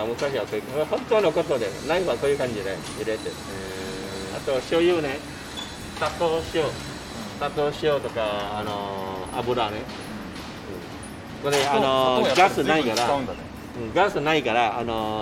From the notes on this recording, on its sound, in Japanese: ロケ》カタコトの現地ガイドさんと巡るシンガポール。音声のみですが、少しでも雰囲気が伝わると嬉しいです。